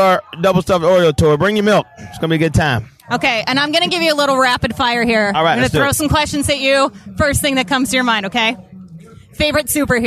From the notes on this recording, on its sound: backstage at Nashville in the Neighborhood